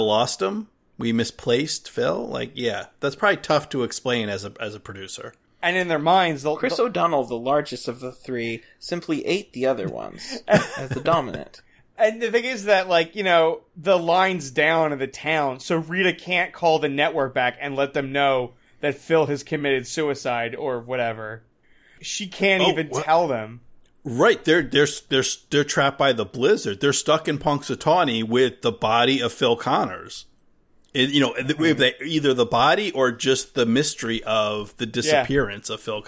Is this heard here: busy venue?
no